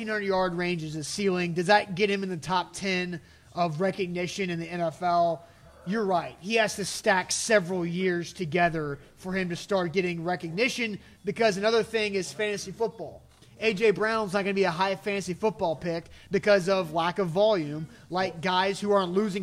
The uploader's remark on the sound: LIVE from Manduu Nashville in Brentwood!